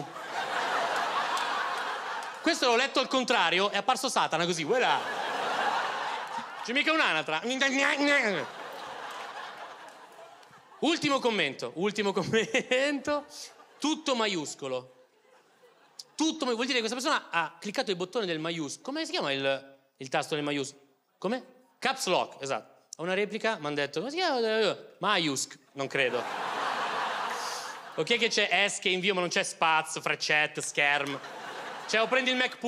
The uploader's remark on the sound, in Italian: Registrato al Teatro Manzoni di Milano